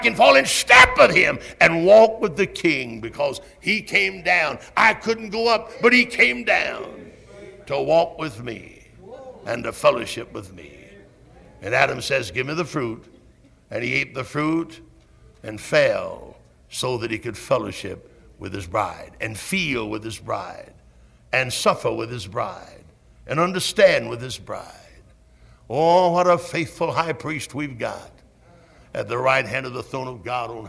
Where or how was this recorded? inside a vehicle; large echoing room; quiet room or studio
large echoing room